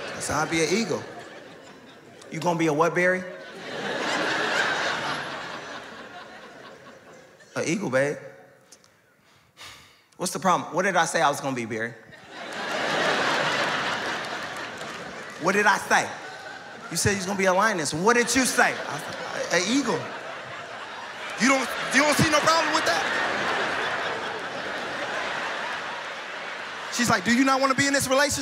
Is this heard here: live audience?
yes